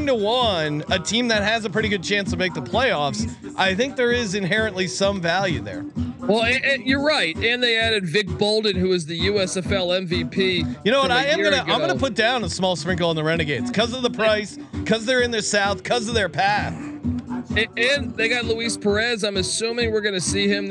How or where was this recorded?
busy venue